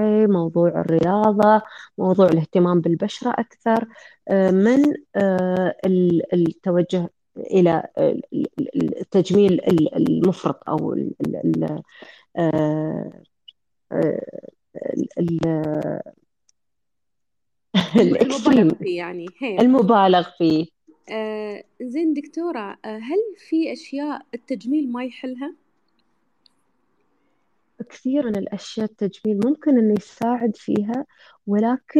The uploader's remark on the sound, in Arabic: تسجيل لمساحة ابن رشد الأسبوعية على منصة تويتر